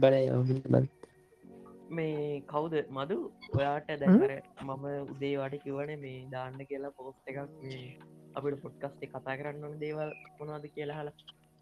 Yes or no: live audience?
no